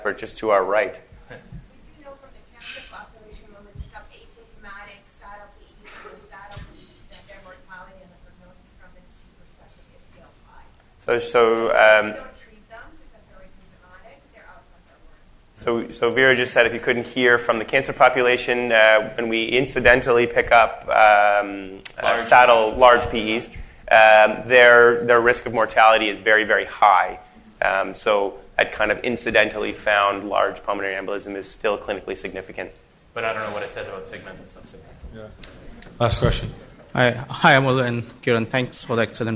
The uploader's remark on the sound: The first part of the live recording.